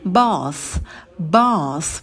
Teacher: В слове bath у нас долгий звук a, дотяните его, и в конце межзубный th, кончик языка между верхними и нижними зубами, и выдыхаем звук просто, да, выдыхаем воздух.